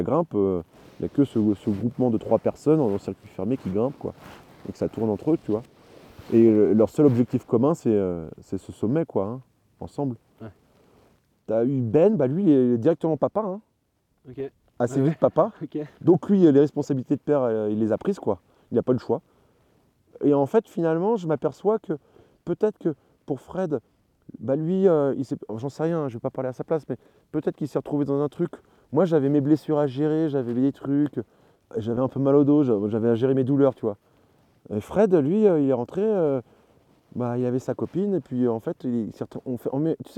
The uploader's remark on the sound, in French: lors d'un bivouac perché sous le sommet de l'aiguille du Moine